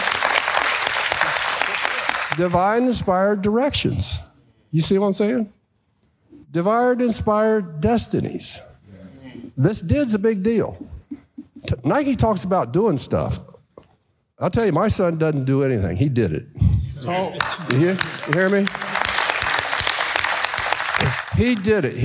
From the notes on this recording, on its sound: At the Be a Baller Podcast Live Event. The live audience.